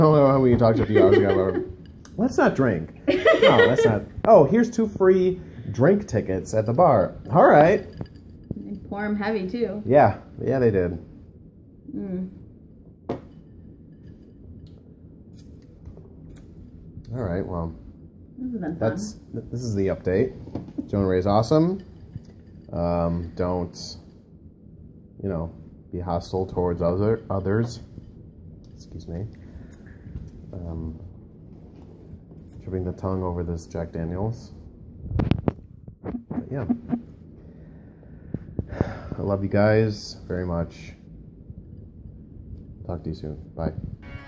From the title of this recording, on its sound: Live At LA Podfest 2014